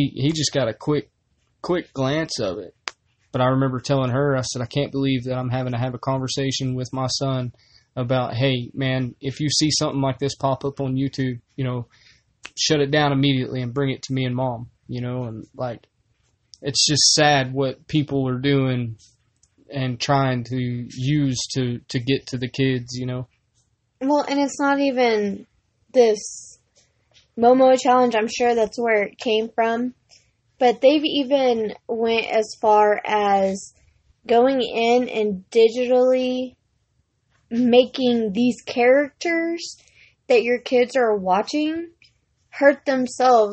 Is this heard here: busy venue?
no